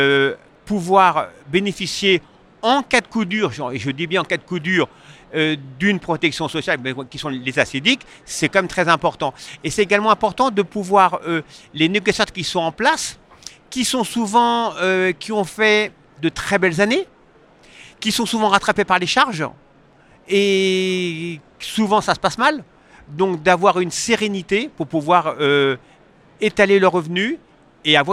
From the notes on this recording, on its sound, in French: Cet épisode a été enregistré en live du salon RENT.